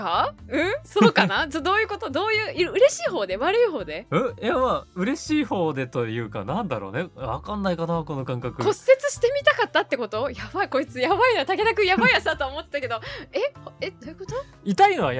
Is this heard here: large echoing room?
no